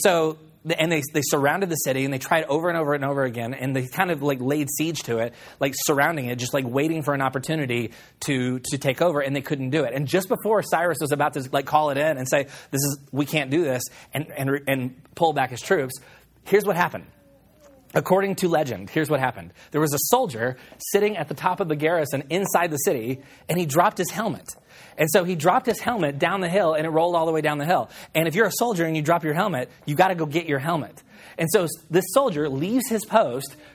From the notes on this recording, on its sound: on May 8, 2016 at Collective Church in Roanoke, Texas.